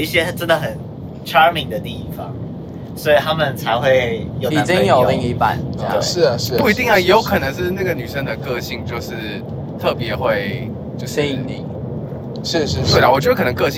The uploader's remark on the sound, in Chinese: 前往森林音樂祭的保母車上。車速過快，瘋狂消音嗶嗶嗶！！本集於保母車上錄製，底噪較大敬請見諒。